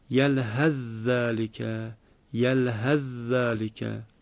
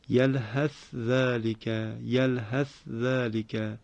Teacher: در روایت حفص از قرائت عاصم حرف ثاء ساکن در ذال ادغام می شود · Shown in: first take · هرچند مصداق این قاعده تنها یک جا در آیه 176 سوره مبارکه اعراف هست، در عبارت یلهث ذالک، که در اینجا وقتی حفص ادغام می کند می شود یلهث ذالک، یلهث ذالک.